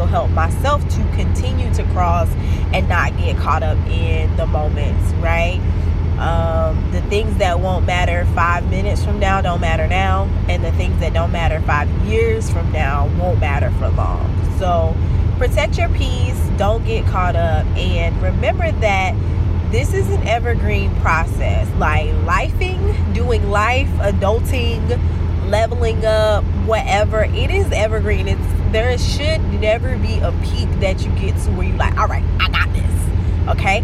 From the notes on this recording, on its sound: The audio is a bit raggedy for this episode (I was driving my old car because my battery or something died, don't know what happened, haven't made it to the dealership).